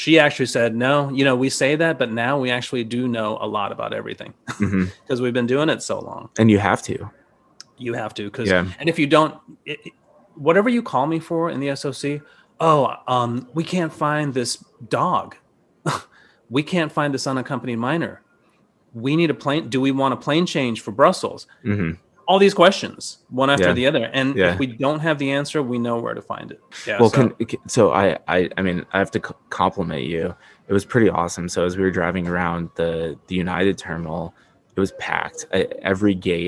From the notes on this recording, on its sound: This episode was taped from Delta’s SkyClub at Detroit so enjoy (or excuse) the background noise!